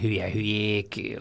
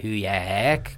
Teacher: És a hülyék, ugye két E, hülyek, két E, hosszú évé vonódik össze